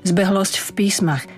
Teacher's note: V písmach je neznelé, preto aj zbehlosť zaznie neznelo